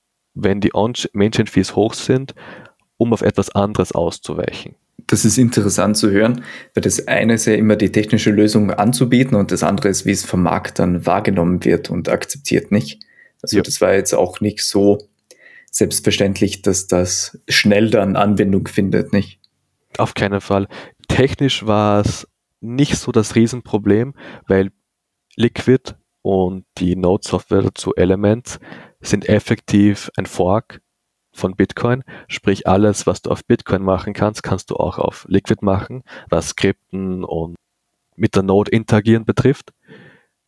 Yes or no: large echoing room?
no